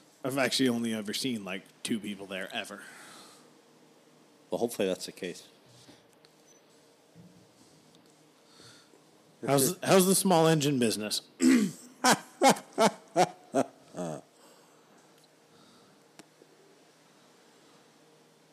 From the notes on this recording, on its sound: This episode is brought to you by the giant thunderstorm that rolled through, no idea where and when recordings started and stopped